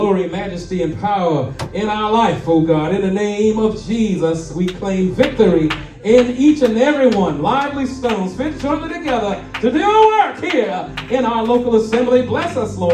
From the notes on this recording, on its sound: shared this message live at RACC on Resurrection Sunday morning